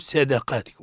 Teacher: س نقولوا س د. الصاد مفخمة. فخمة. والدال مرقة.